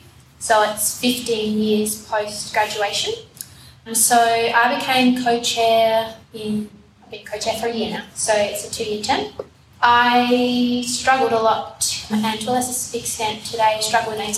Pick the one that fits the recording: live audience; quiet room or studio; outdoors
live audience